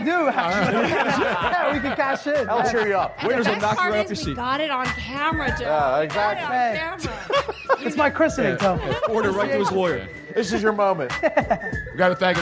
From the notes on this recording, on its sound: We came out firing with a great mid February crowd and crazy show at Comedy Sports Philly.